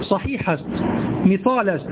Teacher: يفخمون الألف يفخمون الألفات